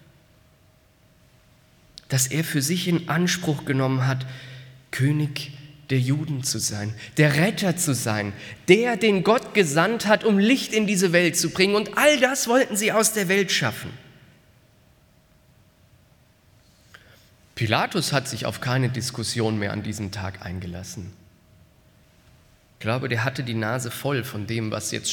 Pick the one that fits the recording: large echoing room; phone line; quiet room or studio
large echoing room